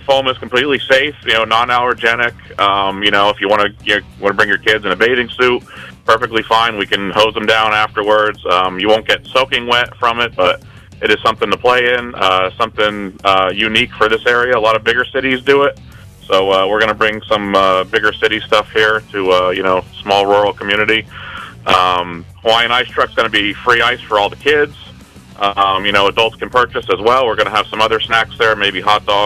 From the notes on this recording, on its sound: called in to talk all about it